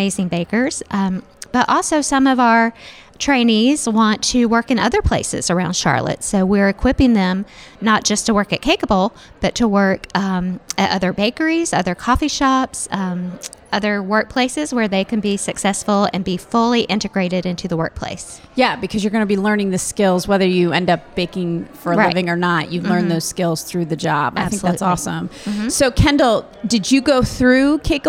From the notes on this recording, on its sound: Recorded at SHARE Charlotte's Giving Tuesday event on November 26, 2023. Recorded at SHARE Charlotte's Giving Tuesday event on November 26, 2023.